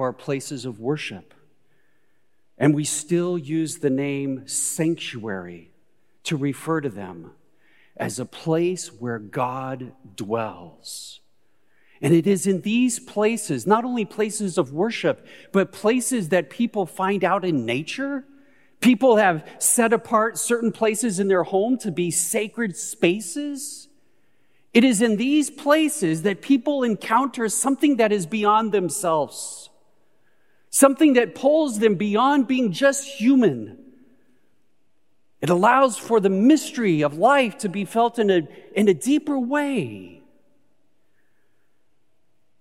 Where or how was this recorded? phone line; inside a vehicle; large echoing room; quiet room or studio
large echoing room